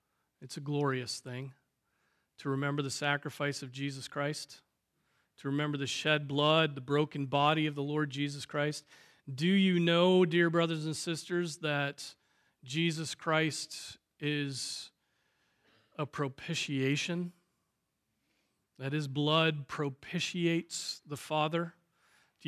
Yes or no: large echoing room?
yes